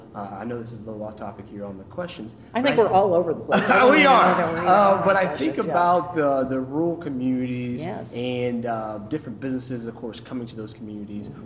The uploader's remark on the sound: Live from the stage of The Englert Theatre as part of EntreFEST 2023!